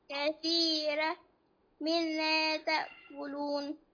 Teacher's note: فخم الراء، الراء مفخمة هنا. كثيرة يعني استعلي باللسان